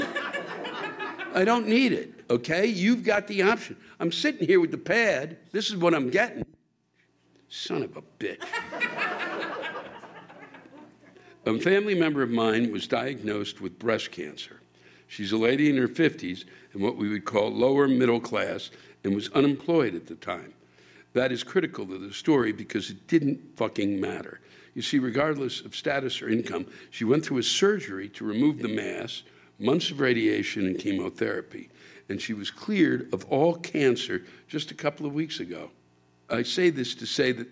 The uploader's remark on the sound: Live From the National Comedy Center